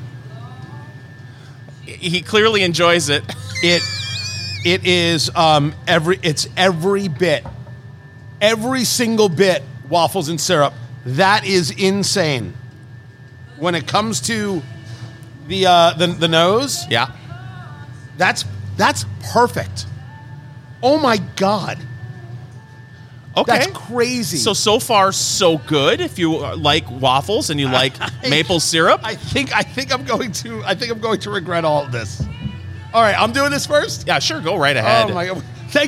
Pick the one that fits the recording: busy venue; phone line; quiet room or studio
busy venue